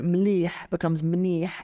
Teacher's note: But the le becomes a na. Phonetically, they're very similar in terms of where you put your tongue in your mouth.